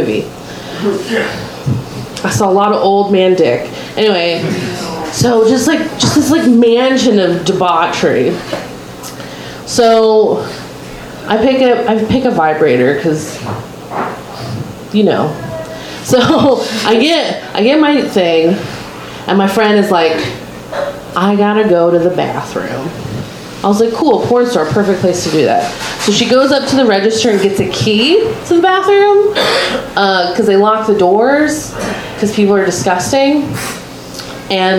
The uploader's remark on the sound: Live from Genuine Joes